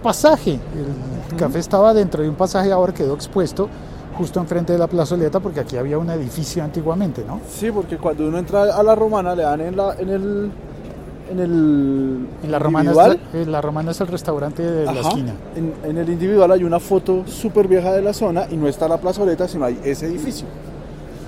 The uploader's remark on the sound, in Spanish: Episodio grabado en el tradicional Café Pasaje de Bogotá.